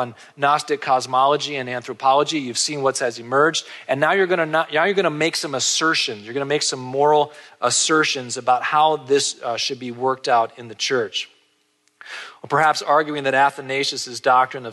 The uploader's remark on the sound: This episode features a conference lecture